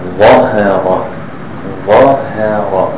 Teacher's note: The ha is thin, but the wa is thick. Wa, wahara, wahara.